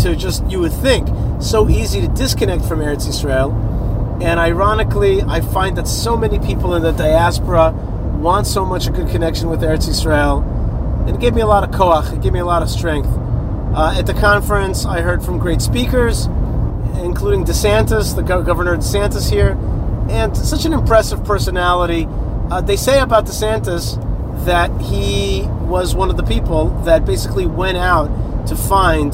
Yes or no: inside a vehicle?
yes